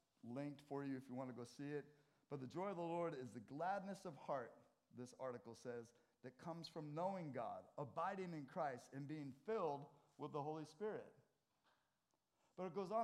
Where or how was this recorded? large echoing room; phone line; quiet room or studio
large echoing room